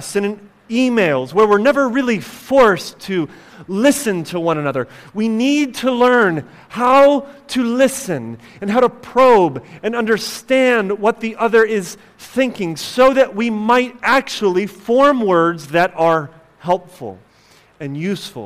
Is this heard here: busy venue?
no